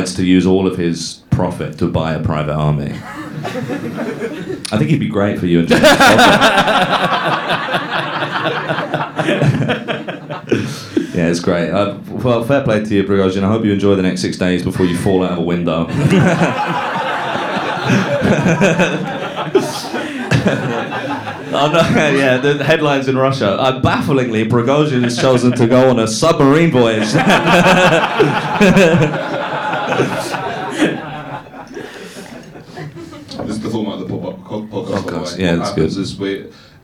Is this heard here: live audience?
yes